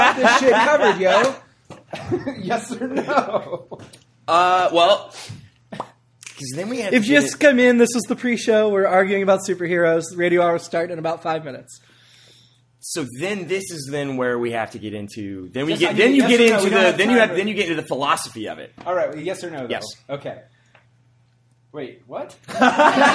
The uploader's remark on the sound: This episode was recorded in front of a live studio audience as a warm-up for It’s All Been Done Radio Hour.